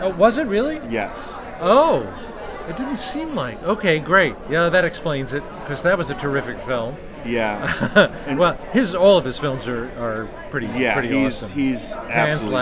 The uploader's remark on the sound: Live From Pittsburgh's Horror Realm Con.